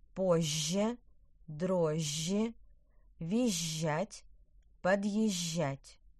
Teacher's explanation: Звукосочетание зж и жж в корне слова звучат как двойной ж.